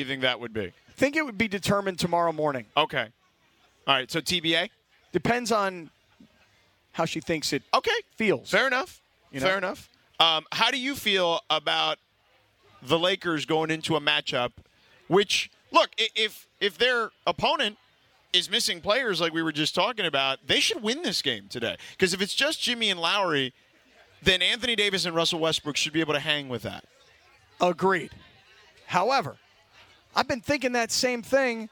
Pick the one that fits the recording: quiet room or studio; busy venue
busy venue